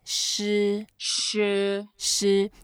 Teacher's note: And 师 is a first tone, so we can make it flat, you can make it a bit longer. And when we pronounce it, we can try to make our mouth a bit round.